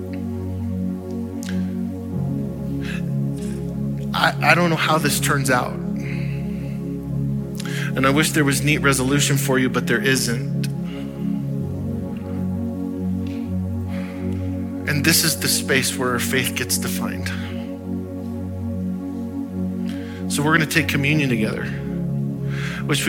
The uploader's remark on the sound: Audio file of the Sunday Morning Sermon